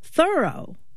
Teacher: their friend's name was pronounced Thoreau, with the accent on the first syllable